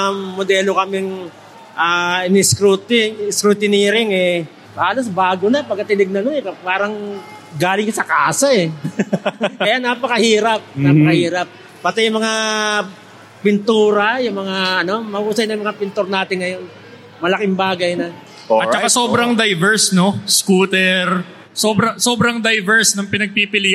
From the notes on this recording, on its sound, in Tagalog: First time namin mag-record kami ng live sa Metro Tent Convention Center sa Pasig City. First time din namin sa Philippine Motor Heritage Weekend.